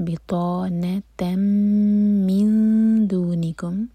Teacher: تامر بوتا کی تنوین کے بعد میم ادغام غنہ کے ساتھ. من دونکم، دال کے لیے اخفاء.